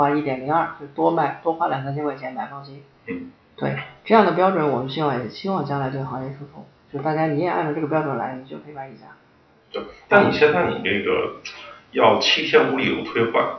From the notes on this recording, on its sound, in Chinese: 本期采访时录音设备出现了状况，原始录音丢失，无法恢复，这是在仅存的采访录音孤本基础上调音、整理的，音质不佳